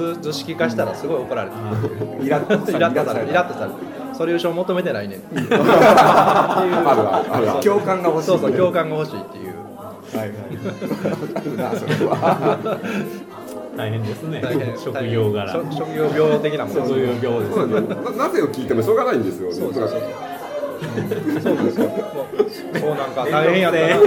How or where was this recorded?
busy venue